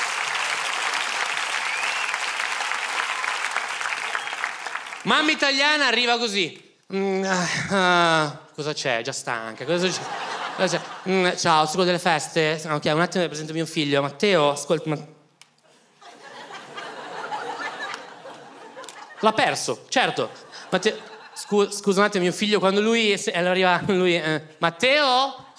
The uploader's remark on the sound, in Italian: Registrato al Teatro Manzoni di Milano